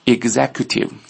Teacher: executive 重音在 XE 上面